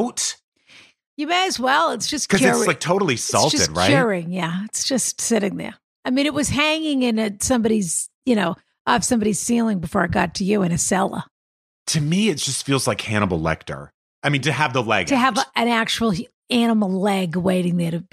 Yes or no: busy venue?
no